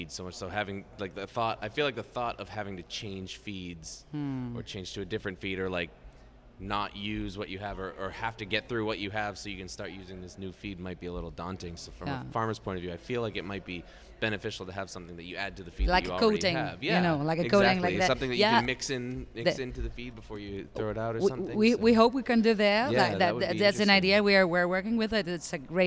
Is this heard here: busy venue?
yes